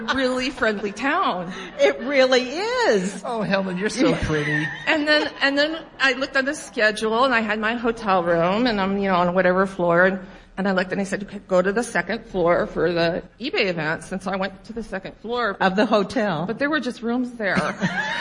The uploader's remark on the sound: Members of our live eBay Open 2018 audience at Mandalay Bay in Las Vegas, NV, shared their best 1-minute selling tip.